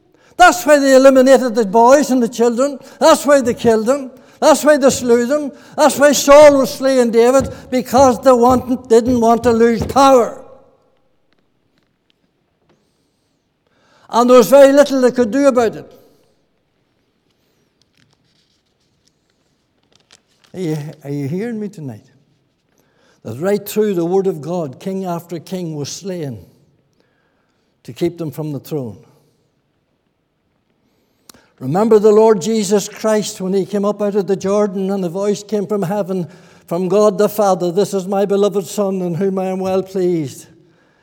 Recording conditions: large echoing room